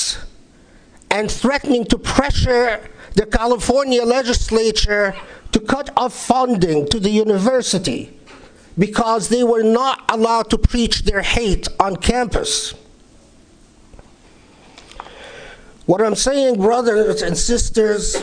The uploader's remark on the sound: Delivered at the Islamic Center of Southern California, Los Angeles, 15 March 2019.